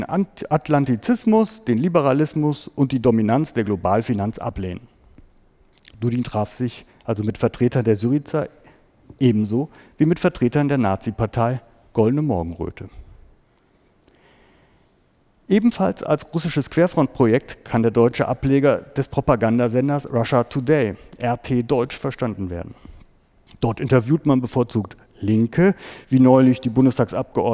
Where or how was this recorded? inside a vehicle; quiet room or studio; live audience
live audience